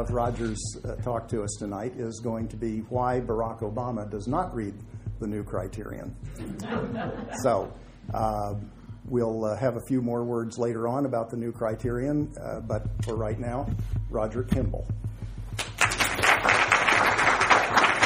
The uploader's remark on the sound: Delivers remarks in Effingham, Illinois. To the Effingham audience.